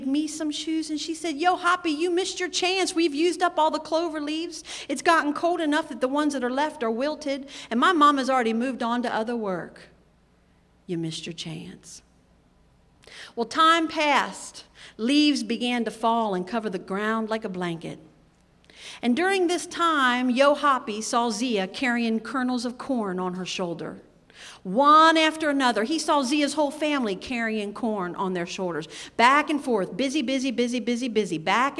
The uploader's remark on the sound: in a live recording before an enthusiastic group of youngsters